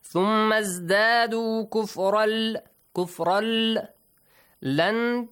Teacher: No nasal sound, just merge them. And do not prolong it for two counts, just one count, just merge them together. · Term: idgham